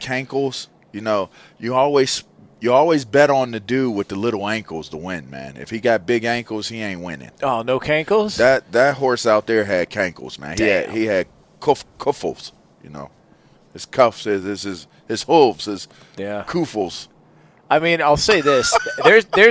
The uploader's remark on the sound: LIVE from Santa Anita Park for the Breeder's Cup.